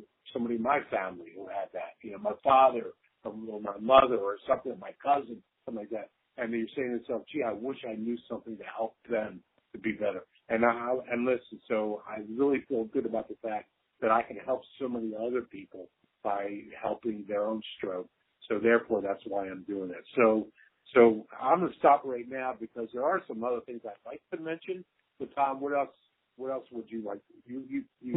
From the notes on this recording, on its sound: phone call conversation (sorry about the audio quality!!)